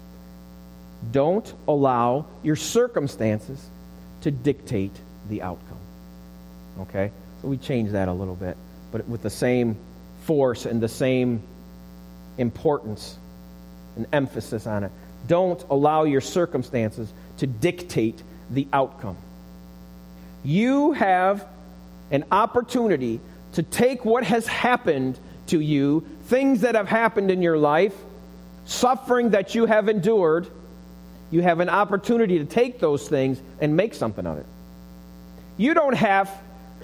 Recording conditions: large echoing room